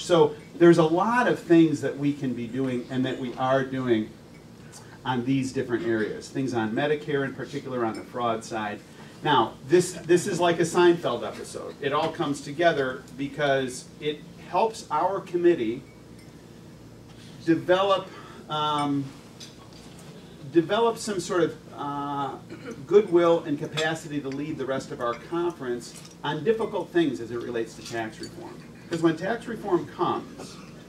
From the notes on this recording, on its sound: WASHINGTON, DC. Appeared at a breakfast meeting of The Ripon Society, delivering remarks.